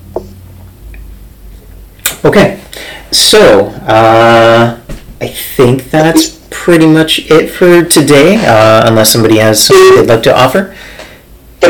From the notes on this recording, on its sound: I'm pretty sure the sound quality sucks